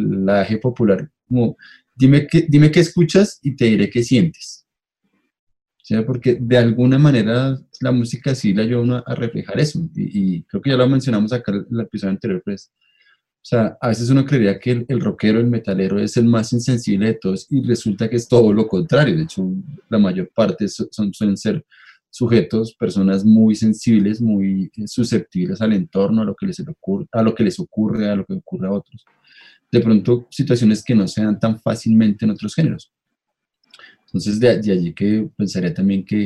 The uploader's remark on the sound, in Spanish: En línea, desde Bogotá - Colombia y Gante - Bélgica.